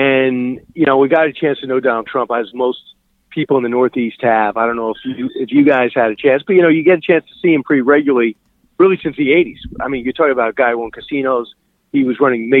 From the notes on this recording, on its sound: He called in to tell us what Trump told him.